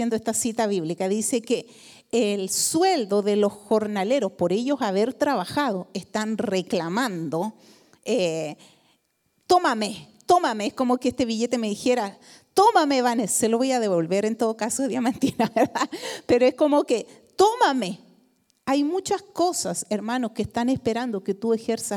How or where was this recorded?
large echoing room